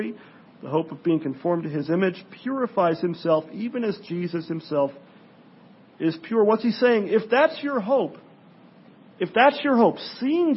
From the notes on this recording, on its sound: Sermon preached on Sunday night (1/22/17) at Pilgrim Presbyterian Church, in El Cajon, CA.